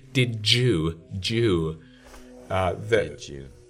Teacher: The d y sequence is j everywhere. Mm-hmm. That is a normal process of assimilation, I guess you would say, in most English speakers, in most informal English speakers.